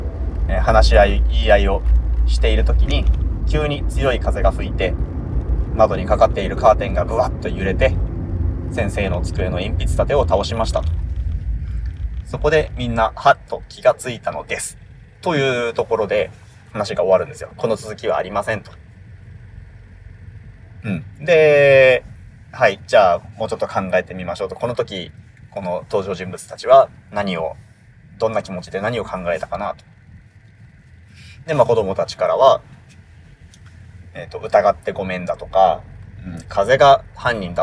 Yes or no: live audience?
no